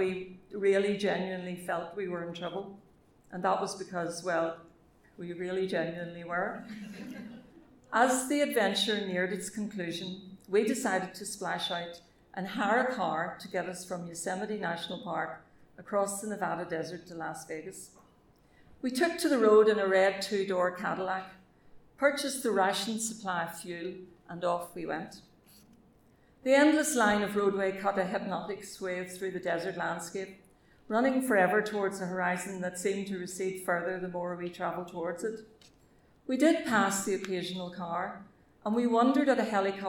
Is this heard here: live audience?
yes